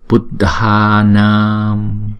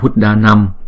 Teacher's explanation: chúng ta phải đọc kéo dài ngay cái vần a đó · Shown in: first take · buddha nam, không đừng có đọc buddha nam.